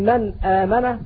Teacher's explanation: النون المظهرة أو المتحركة مثل من آمن تخرج من طرف اللسان من جهة بطنه مع ما يحاذيها من الحنك الأعلى